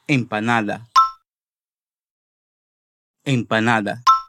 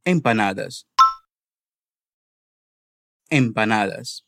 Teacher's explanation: o S no final da palavra é aspirado · Shown in: first take